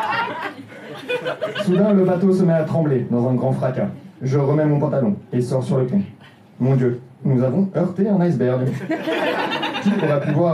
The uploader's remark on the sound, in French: Enregistré en direct et en public au Dimanche Marrant.